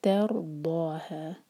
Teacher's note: ضاد ہیوی اور دو حرکہ لمبا